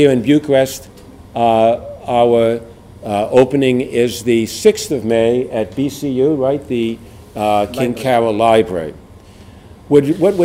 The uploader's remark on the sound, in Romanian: Înregistrare live de la conferința de presă.